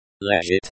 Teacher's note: the stress is on the second syllable of лежит